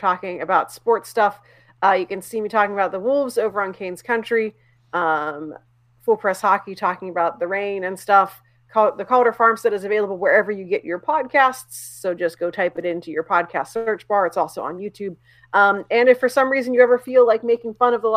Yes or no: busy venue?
no